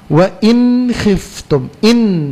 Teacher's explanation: Huruf kha itu salah satu dari huruf-huruf yang keluar dari tenggorokan yang disebut dengan halqi, harfu halq ya.